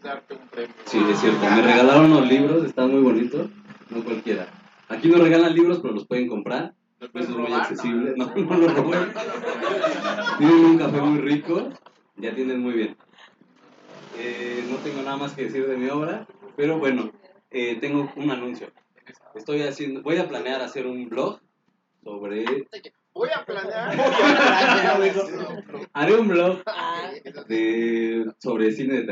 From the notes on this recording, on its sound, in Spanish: Leemos nuestras pasiones y dolores ante el cautivo público del Café Marabunta.